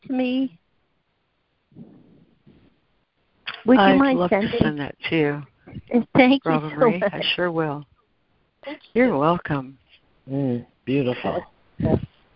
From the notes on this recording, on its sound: ACIM Daily Conference Call.